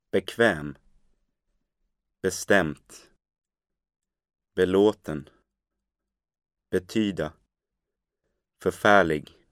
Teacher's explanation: Some have an unstressed prefix, such as be and för, with the stress coming on the next syllable.